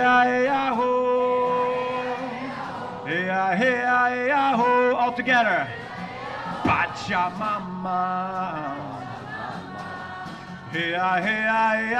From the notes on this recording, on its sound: Covering the LBB (Landbouwbelang) protest. With field recordings.